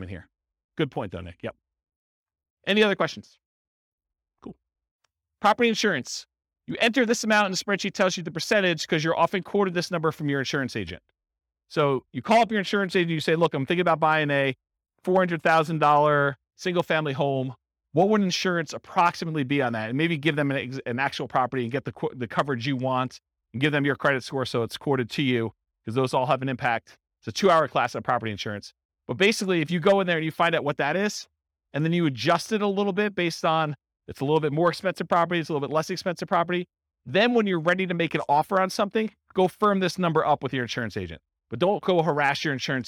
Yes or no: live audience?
yes